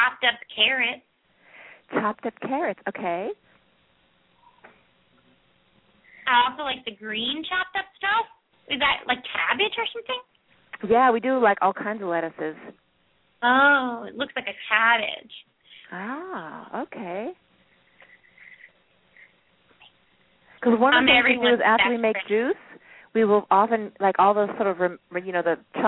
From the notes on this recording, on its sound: Open up the lines for listeners to call.